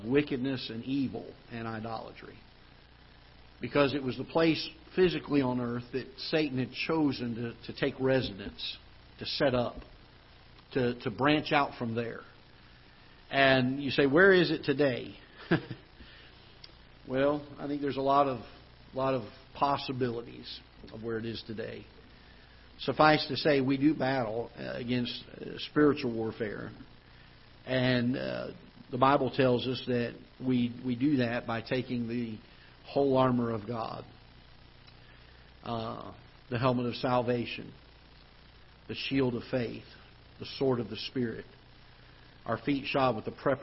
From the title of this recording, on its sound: Ketha Heights Baptist Church ~ Live Broadcast